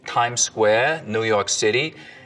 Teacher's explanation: The tongue tip hits the teeth, or close to them, on TD and N sounds instead of, you know, a little further back. So you can hear that in, like, this kind of New York City accent, tongue tip on the teeth, Times Square, New York City, and this kind of New York accent, 22nd Street, Times Square, Dumbo, taxis, traffic, and so on.